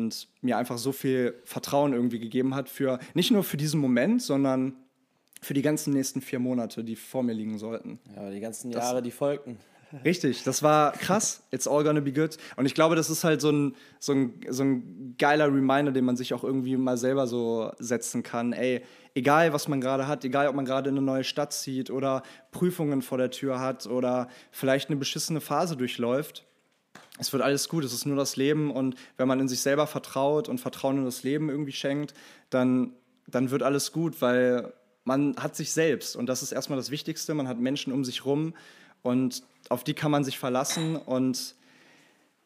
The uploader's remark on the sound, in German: Ein besonderes Aufeinandertreffen unserer geschätzten Podcast-Community und eine zeitlose Live-Aufnahme